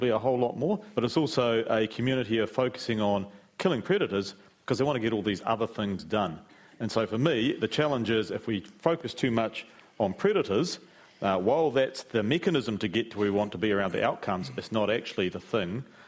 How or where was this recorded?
live audience